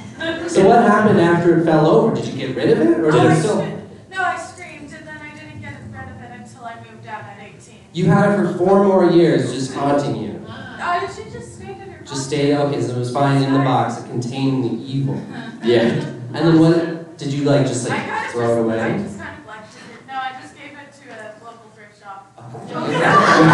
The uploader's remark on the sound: Calgary Expo 2023 LIVE. Are live from Calgary.